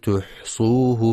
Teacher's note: ينتبه القارئ لضم التاء وعدم فتحها، فلا يقرأ تحصوه بفتح التاء.